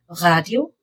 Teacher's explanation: When the word starts with an R, make a rolling sound in the back of your throat. · Term: R sounds